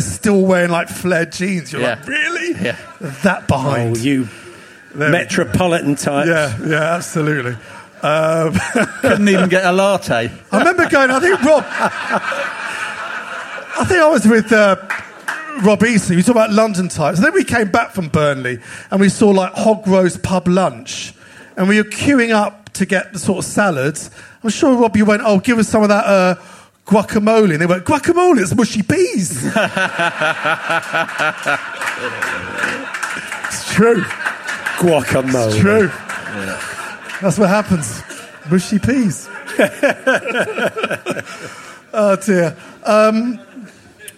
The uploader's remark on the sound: LIVE from The 100 Club in Londons West end!